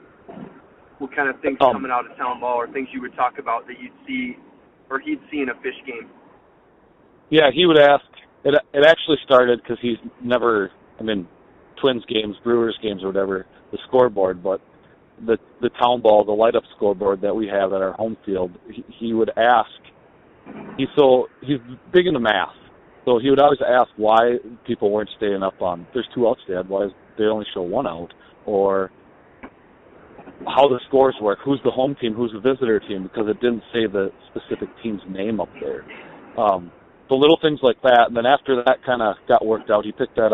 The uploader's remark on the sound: It's a simple premise: a 20-minute work commute and phone calls to local yokel amateur ballplayers, fans, managers, and characters from around western Wisconsin.